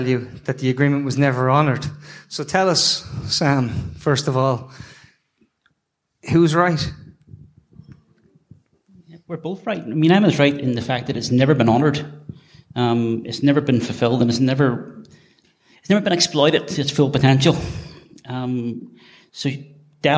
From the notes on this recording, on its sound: Travelled down to Dublin to take part in the tortoise shack live at the sugar club. It was a special night with amazing people, a very lively audience.